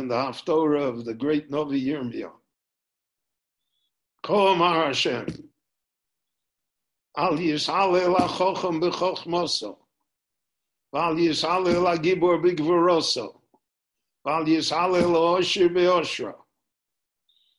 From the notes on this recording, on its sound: recorded LIVE via Zoom in Jerusalem on August 2, 2020